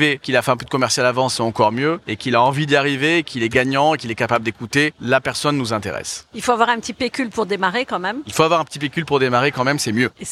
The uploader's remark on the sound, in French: Pour ce nouvel épisode de Mon Podcast Immo en live de Franchise Expo.